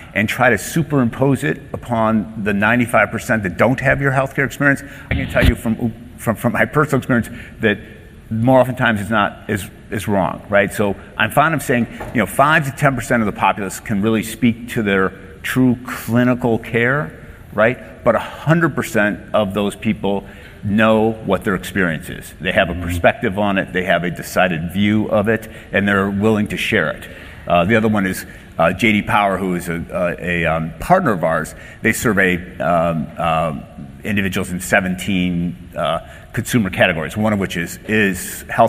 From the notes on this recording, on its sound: first presented at the 9th annual DPharm: Disruptive Innovations conference